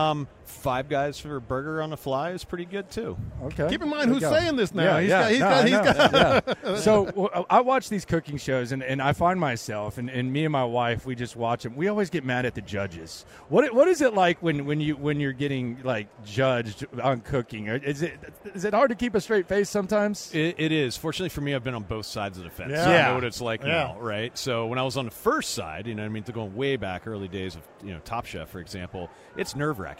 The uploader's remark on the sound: LIVE at Radio Row